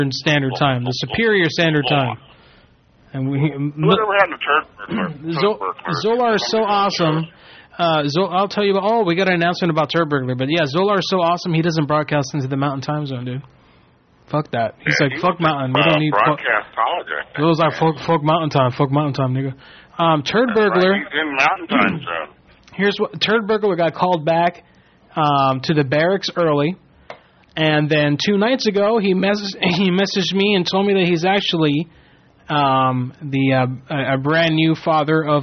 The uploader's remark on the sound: Prank Phone Calls.